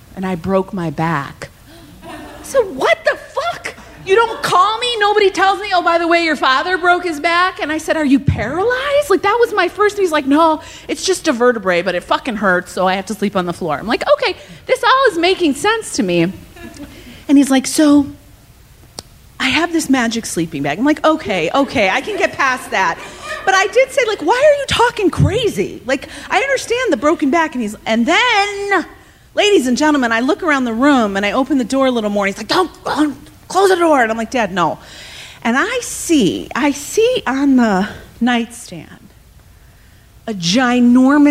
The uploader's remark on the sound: Live From Chicago